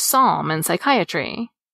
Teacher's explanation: Greek borrowings that begin with these clusters get simplified by losing that first consonant. · Term: silent letters